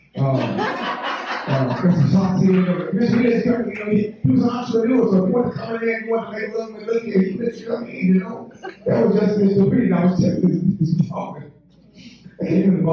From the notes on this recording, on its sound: Sorry about the additional background noise. The event was really loud.